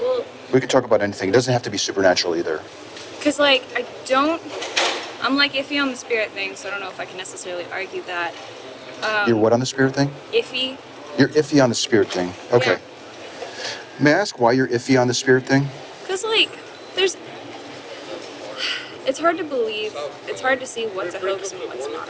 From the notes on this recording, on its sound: Location: San Antonio, Texas. Audio correction provided by Philipp Grzemba. Sorry also about the noise. While we both likely understand that I have no control over the background noise in this spot, I am sorry for the challenging audio. Something that comes with filming in public, I suppose. Recorded w/Go-Pro.